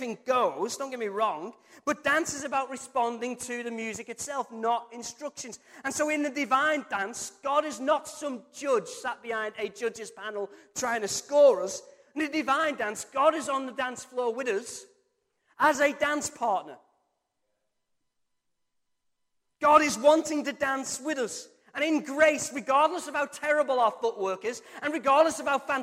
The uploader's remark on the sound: Recorded from our Sunday morning service 02-07-23